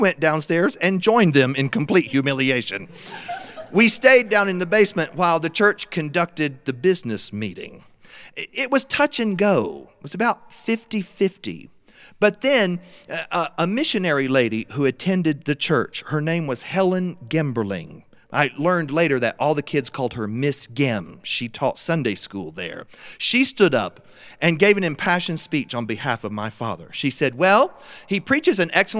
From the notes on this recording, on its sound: told in front of our live studio audience.